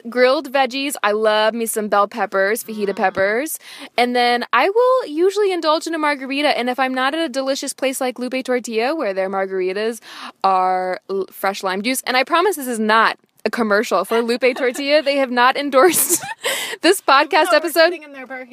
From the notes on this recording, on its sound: Wait, you’re in my car right now?